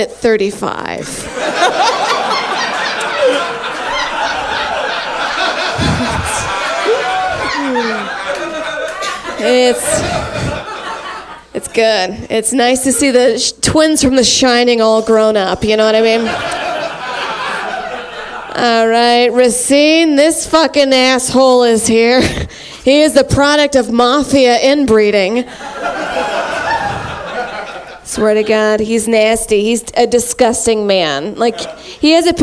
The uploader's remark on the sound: on this very special live episode